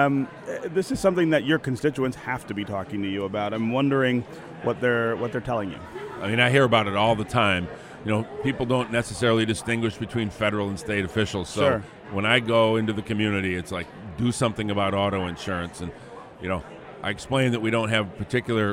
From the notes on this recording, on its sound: 2019 Mackinac Policy Conference. From the 39th annual policy conference.